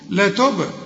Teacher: الباء هنا لازم تقلقل لأنها عليها السكون